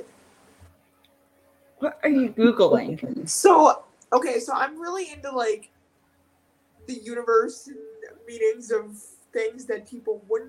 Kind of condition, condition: fault, poor sound quality